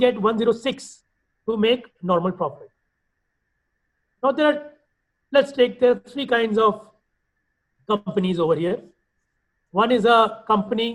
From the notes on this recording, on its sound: IFA Global's recorded webinar